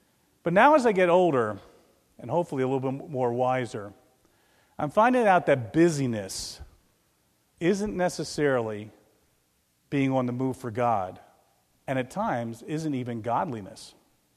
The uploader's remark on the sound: This is a recording of the Lebanon Bible Fellowship Church in Lebanon, PA on 5/1/2016 during the morning service